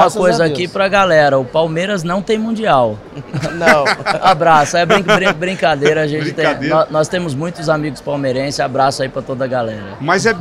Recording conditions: busy venue